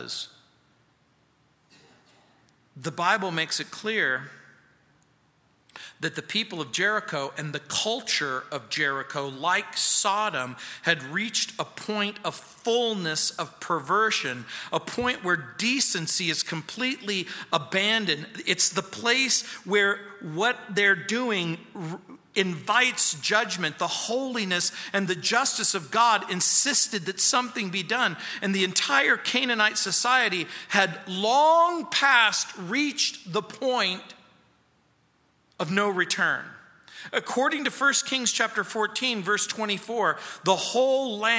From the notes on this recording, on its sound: at Calvary South Denver in Littleton CO